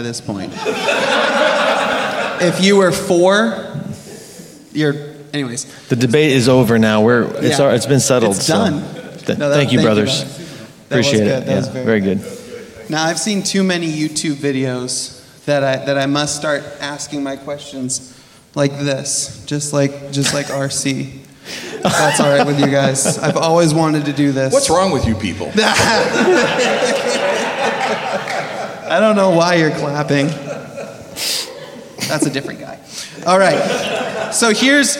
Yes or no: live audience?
yes